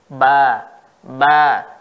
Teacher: ba tidak boleh ada nafas yang keluar